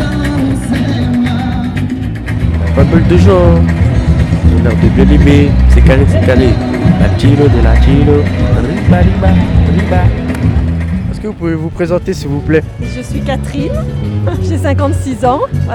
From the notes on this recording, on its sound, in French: Ils vous emmènent de la place Maréchal Lyautey jusqu’aux Terreaux à travers différents styles musicaux et au gré des rencontres avec le public et les artistes.